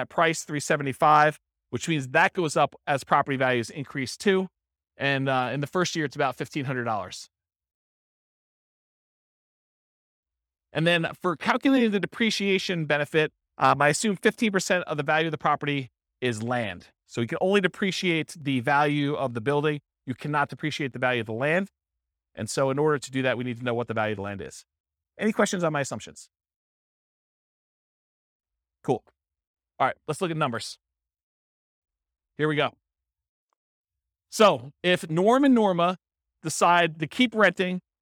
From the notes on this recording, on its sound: This was a live class recorded